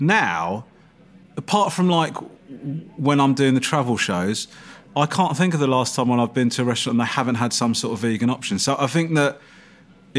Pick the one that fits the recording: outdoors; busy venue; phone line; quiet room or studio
busy venue